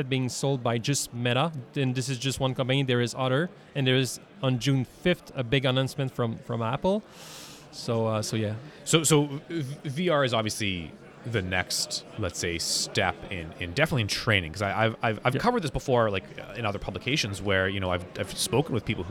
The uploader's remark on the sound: Live at CANSEC 2023. Is live at CANSEC, Canada's largest global defence and security trade show.